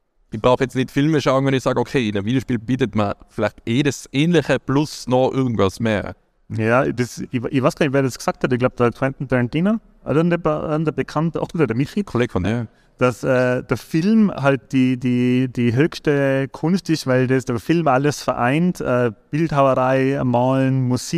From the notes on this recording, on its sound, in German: Live Podcast aus der Pineapps Gaming Area